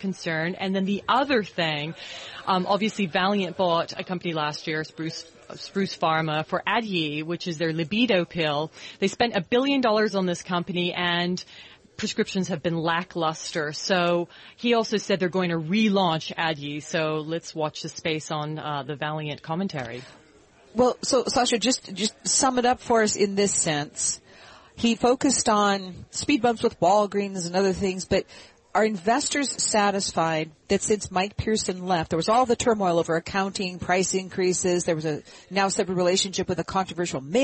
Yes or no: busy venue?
yes